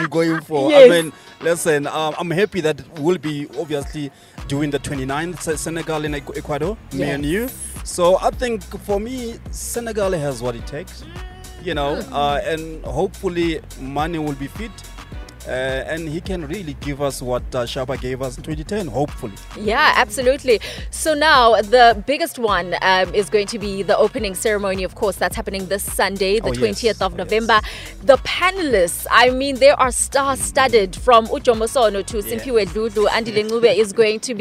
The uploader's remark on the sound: outside SAFA House